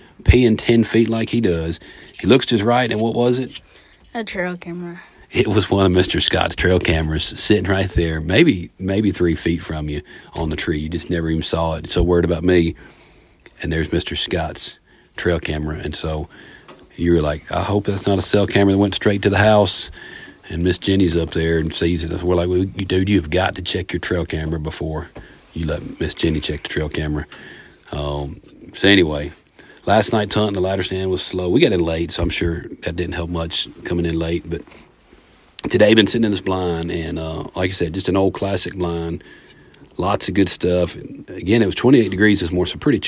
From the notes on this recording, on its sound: Live from the Deer Blind (Interrupted by a Buck). We were on the road a few days in hunting camp this week so the episode is coming live from the deer blind (almost live).